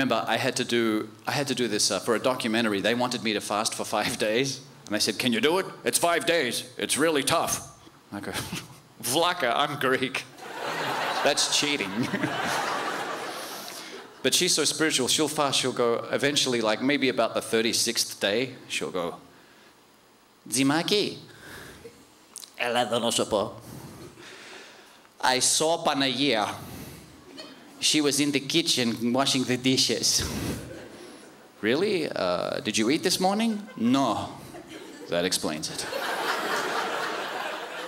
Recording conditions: live audience